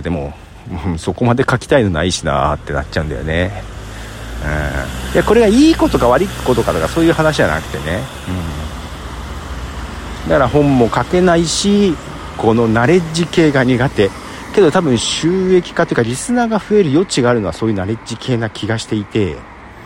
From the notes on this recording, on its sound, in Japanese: 深夜の散歩。そんなことを歩きながら考えてみました。